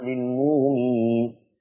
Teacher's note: عندنا في هذه الآية للمؤمنين إبدال الهمز الساكن بواو مادية كما سبق